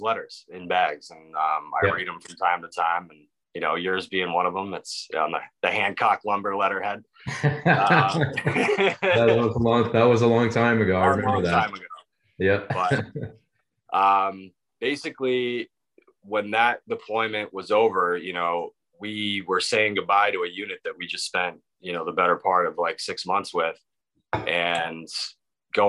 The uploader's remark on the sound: This week we connected via Zoom